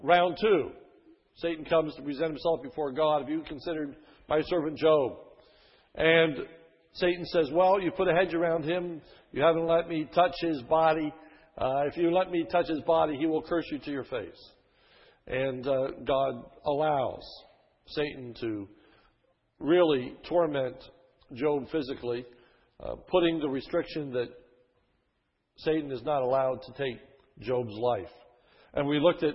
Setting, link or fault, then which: setting, large echoing room